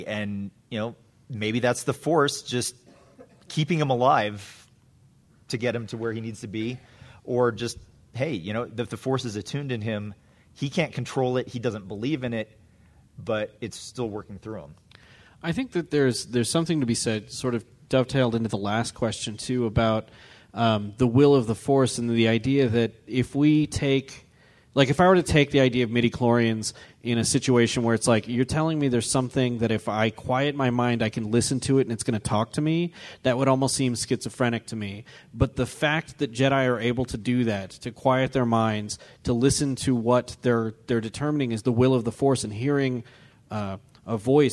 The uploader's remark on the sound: Another SLCC Panel.